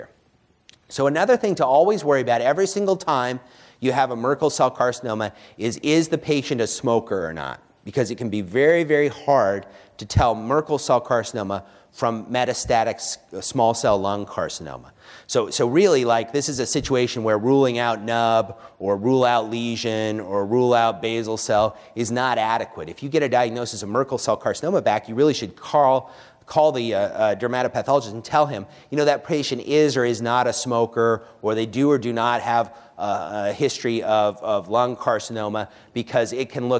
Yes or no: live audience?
yes